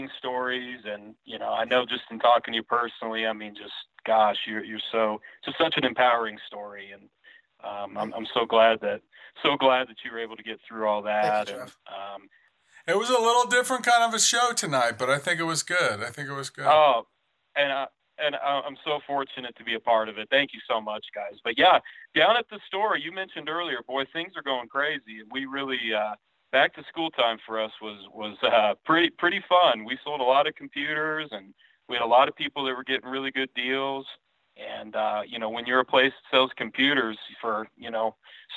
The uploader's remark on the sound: call in and talk about their businesses